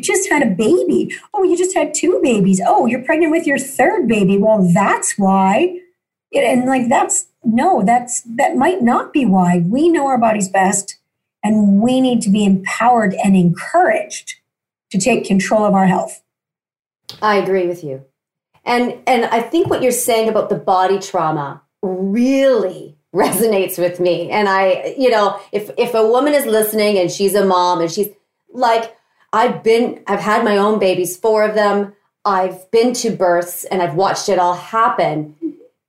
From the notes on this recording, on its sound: joins me via Zoom.Us